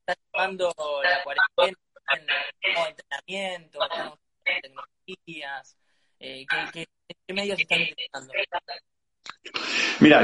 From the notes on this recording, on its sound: VIA INSTAGRAM LIVE